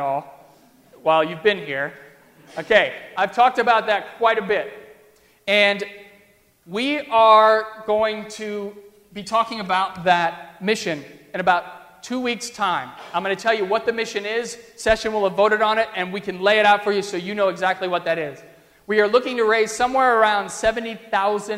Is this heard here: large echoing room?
yes